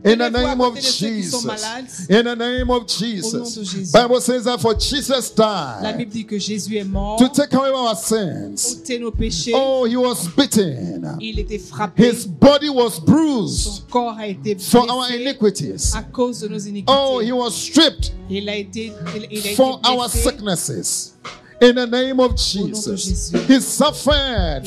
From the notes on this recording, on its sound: Preached during Joyful Hour at FCI Ministries, Rabat, Morocco.